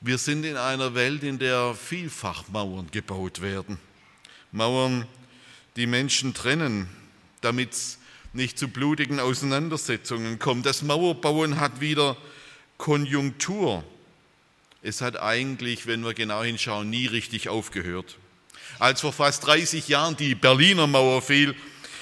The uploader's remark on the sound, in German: aus dem Gottesdienst der Liebenzeller Mission